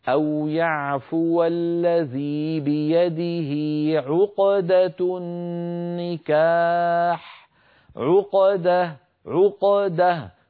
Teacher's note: عقدة النكاح أكون قد جعلت القاف الساكنة متأثرة بالفتحة التي بعدها فالقاف ساكنة لا تتأثر بالضمة قبلها ولا الفتحة بعدها